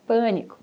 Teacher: É isso a que eu estou me referindo quando eu digo que o som da letra A nunca vai sofrer nenhuma variação. Ele sempre vai ter esse som bem aberto, sem anasalar, como a palavra pânico